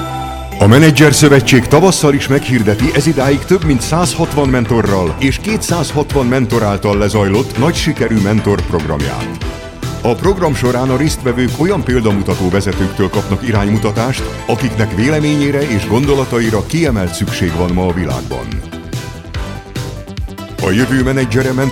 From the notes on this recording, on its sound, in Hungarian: A panelbeszélgetés a Connect Konferencián hangzott el.